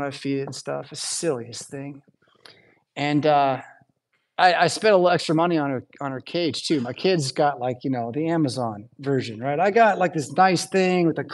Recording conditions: large echoing room